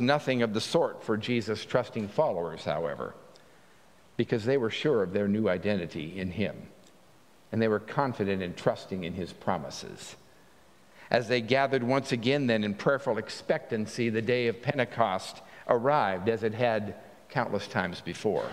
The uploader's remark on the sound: At Pender UMC Traditional Worship on Sunday, August 6, 2023.